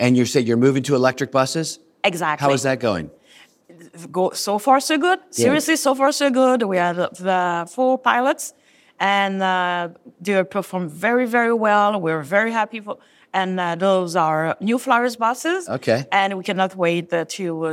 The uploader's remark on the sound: interview recorded at the UITP Global Summit in Barcelona